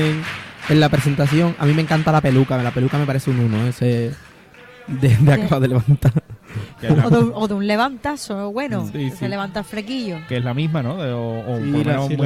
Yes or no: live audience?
yes